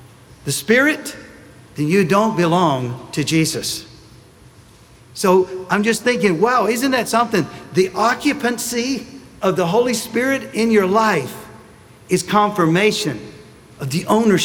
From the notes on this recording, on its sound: Sunday Message recorded